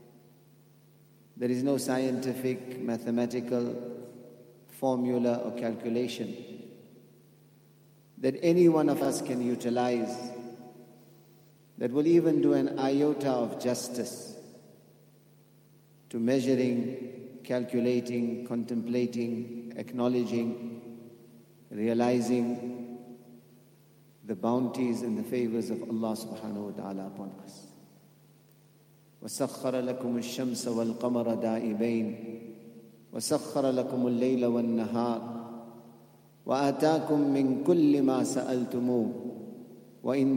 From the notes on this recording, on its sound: at the Houghton Masjid (West Street)